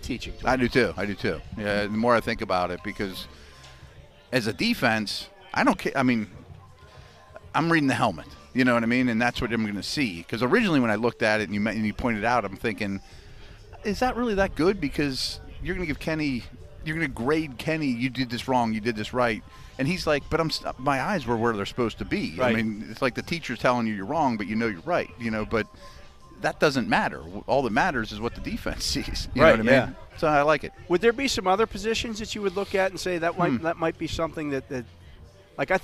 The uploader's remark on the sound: SNR The Drive live from Steelers' Mini Camp Day 2. Broadcast live from the UPMC Rooney Sports Complex during day two of Steelers' Mini Camp.